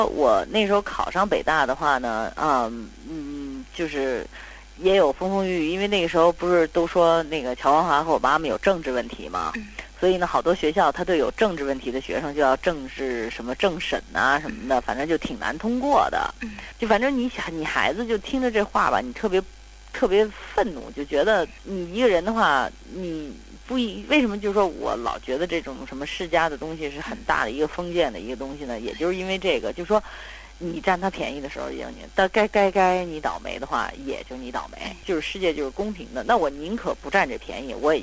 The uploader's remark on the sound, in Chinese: 本期节目因长途电话采访，音质完全碰运气，本期音质不佳